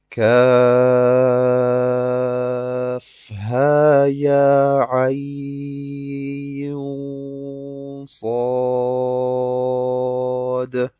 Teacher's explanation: Wir vergessen auch nicht den Ikhfa, denn am Ende vom Ain ist ein Nun und danach kommt ein Sade und Sade gehört zu den Buchstaben Ikhfa und deswegen machen wir hier ein Ikhfa. Und weil das Sad auch noch ein dunkler Buchstabe ist, ist der Ikhfa auch noch dunkel.